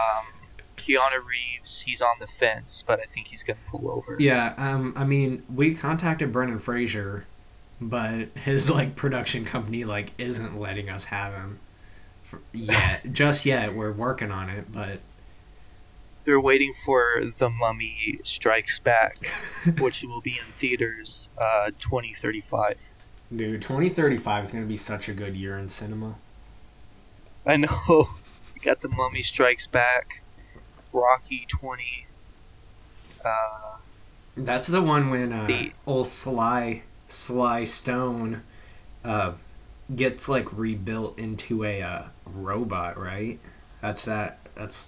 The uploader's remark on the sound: Sorry for the poor audio quality this episode.